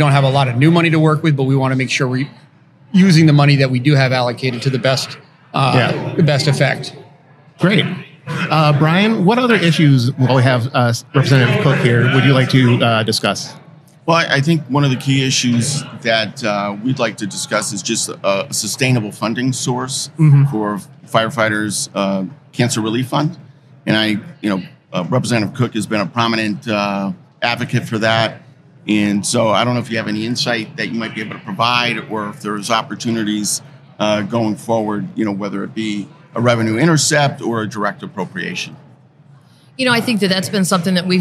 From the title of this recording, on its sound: Live from the State Capitol